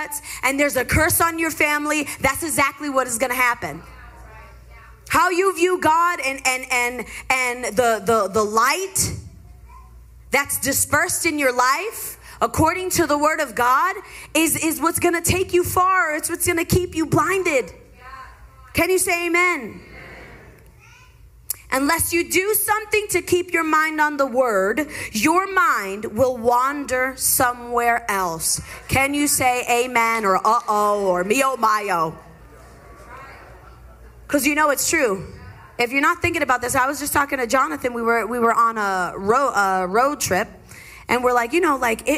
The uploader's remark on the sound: LIVE in Hobbs, New Mexico